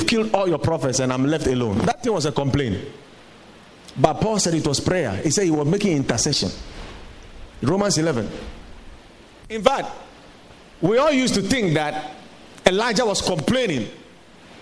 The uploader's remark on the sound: Preached at the Watered Garden Church